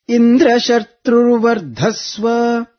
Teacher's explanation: So here you can see the Sayuktakshara Dra is up, but Vardhasva Dhva is down, Anudatta.